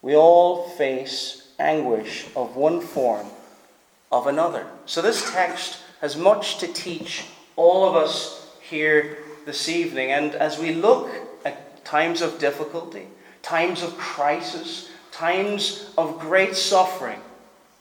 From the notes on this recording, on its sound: Preached at Stornoway Free Church -Continuing